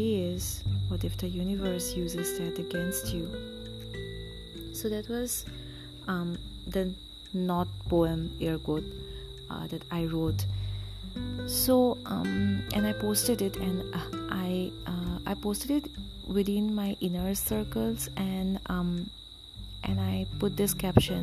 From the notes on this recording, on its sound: Sorry about the cicadas in the background.